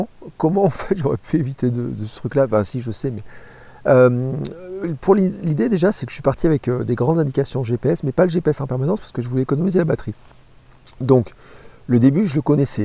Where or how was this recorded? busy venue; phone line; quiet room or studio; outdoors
outdoors